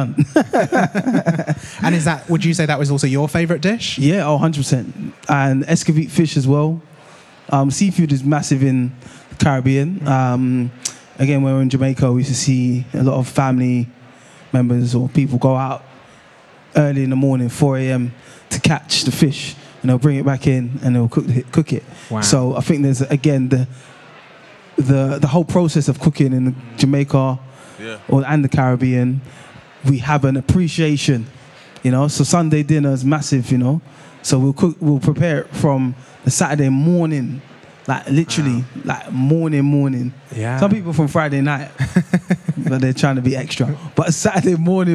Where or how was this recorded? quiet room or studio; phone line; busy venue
busy venue